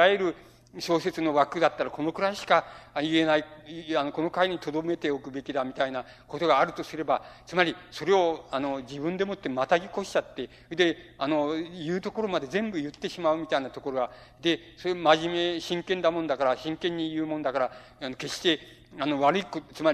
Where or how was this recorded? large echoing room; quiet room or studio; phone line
large echoing room